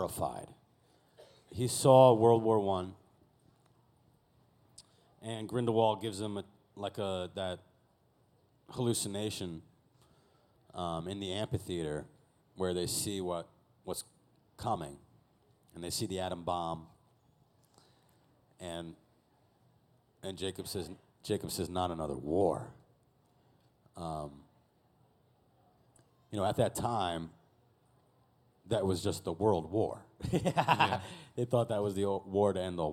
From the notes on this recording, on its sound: LeakyCon Boston. LIVE FROM LEAKYCON.